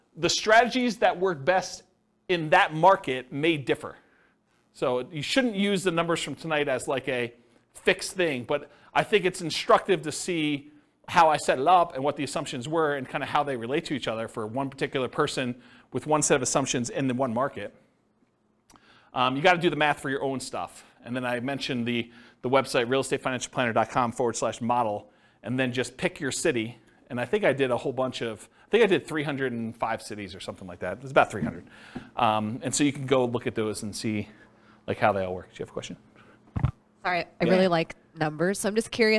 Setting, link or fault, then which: setting, live audience